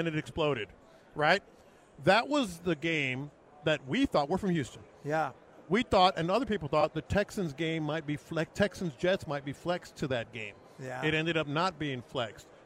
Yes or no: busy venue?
yes